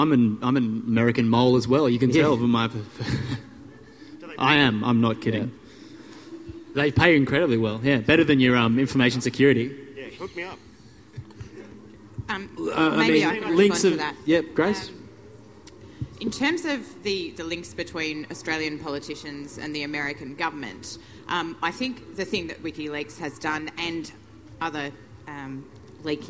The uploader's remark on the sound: The following is a recording of a panel discussion about Wikileaks that took place at the Splendour in the Grass music festival in Woodford, QLD, Friday, 29 July 2011. The recording is unedited.